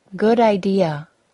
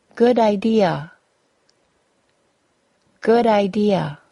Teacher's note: The final D sound of the word good also sounds like it is the first sound in the word idea. · Term: linking